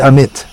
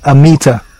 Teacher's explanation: But we didn't know how to pronounce names, so just we saw the name written, A-M-I-T-A, and we pronounced it the best we could. And in English pronunciation, you generally stress the penultimate syllable, so it came out Amita. · Shown in: second take